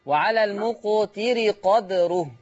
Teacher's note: ما تزودش كسرة الراء حتى لا تتولد ياء